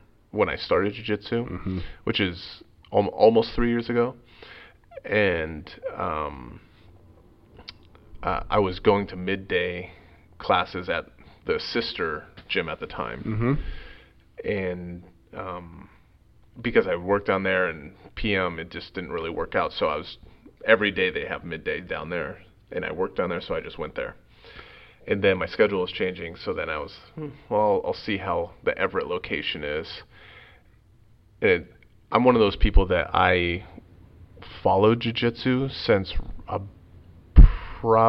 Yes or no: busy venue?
no